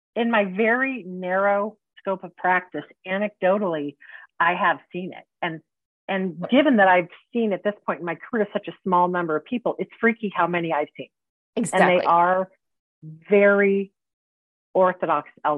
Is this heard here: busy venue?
no